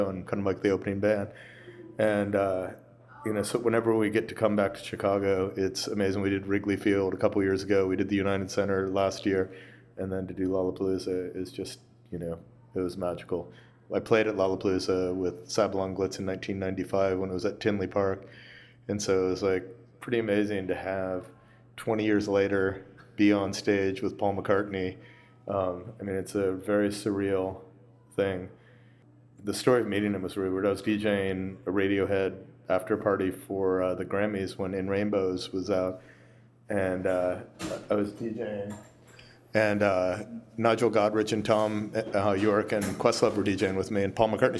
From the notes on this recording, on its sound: In an interview recorded on the final night of Lollapalooza 2015 at the Virgin Hotel in downtown Chicago.